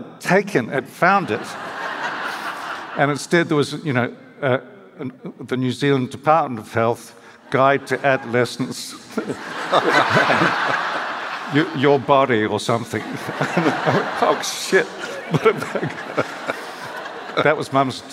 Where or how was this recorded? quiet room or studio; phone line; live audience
live audience